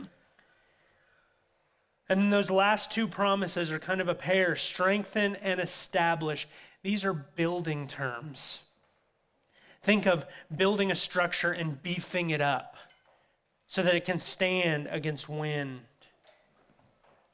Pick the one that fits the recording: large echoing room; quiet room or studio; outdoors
large echoing room